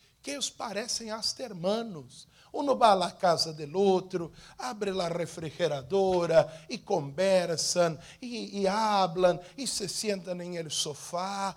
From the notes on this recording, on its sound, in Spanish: Culto grabado en la Iglesia Internacional de la Gracia de Dios en Miami.